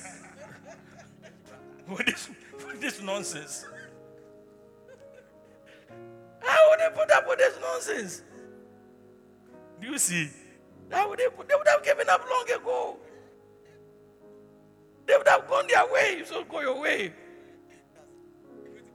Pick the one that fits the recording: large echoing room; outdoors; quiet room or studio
large echoing room